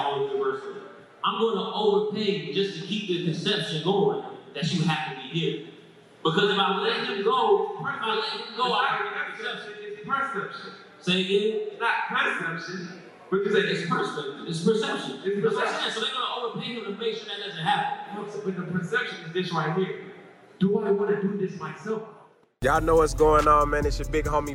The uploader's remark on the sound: at Indie Fest 2022